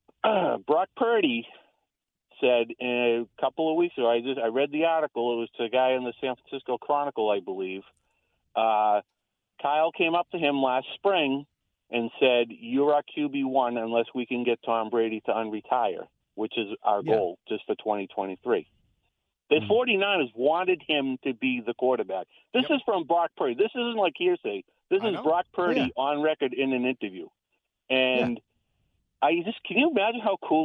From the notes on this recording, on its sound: continue to take your calls live on the air